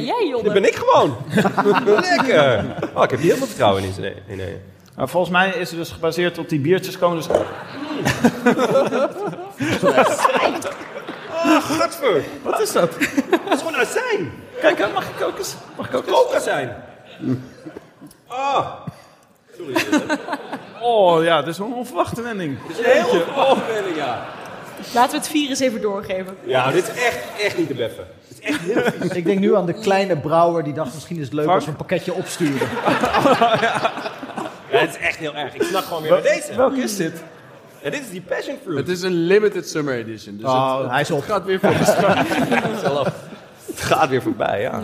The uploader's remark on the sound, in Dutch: Bij hoge uitzondering kwamen uw favoriete bankzitters van de bank om zich te verplaatsen naar Tivoli Vredenburg. Live opgenomen met velen van jullie in aanwezigheid. En met natjes biertjes tijdens en na.